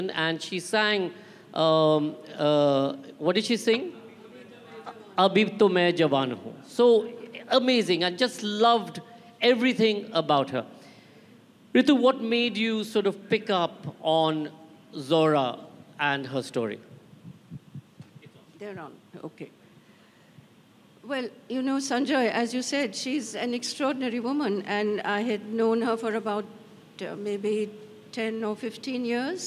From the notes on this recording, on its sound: This episode is a live session from Jaipur Lit Fest 2022.